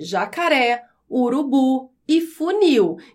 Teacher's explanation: São palavras que têm a última sílaba mais forte. · Term: palavras oxítonas